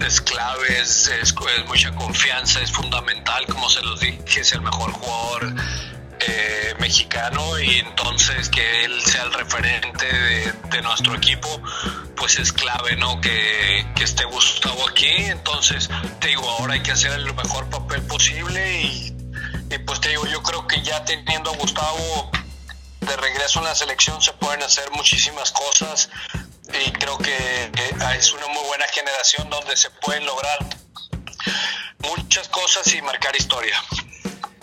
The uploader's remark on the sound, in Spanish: El día de hoy te traemos la entrevista telefónica que tuvimos